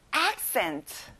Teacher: 앞에 강조를 넣어보는 거예요.